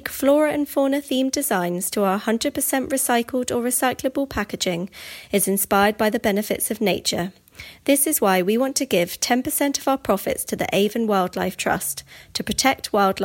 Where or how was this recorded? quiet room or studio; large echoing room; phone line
quiet room or studio